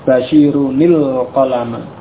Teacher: tetap nunnya tetap ada, hanya saja tidak disukun tapi diganti kasrah untuk bersambung dengan lam sukun pada alif lam · Term: dua huruf sukun bertemu